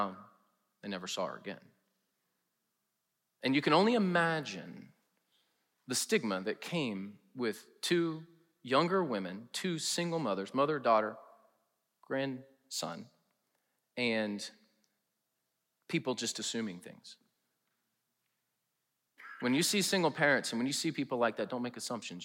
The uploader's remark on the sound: preached in #SWBTSChapel on November 3, 2022